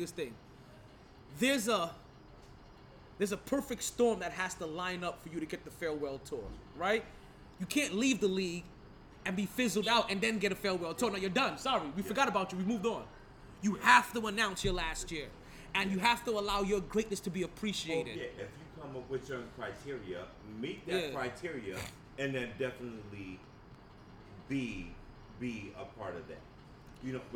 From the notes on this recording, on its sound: Monday Night live from Sharkeys